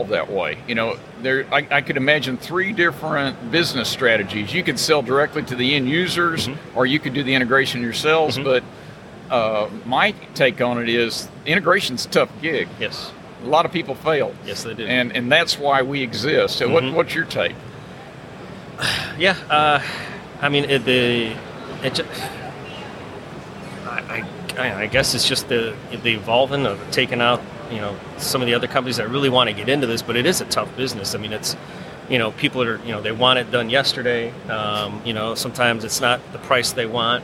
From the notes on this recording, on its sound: From the floor of the Offshore Technology Conference in Houston, TX.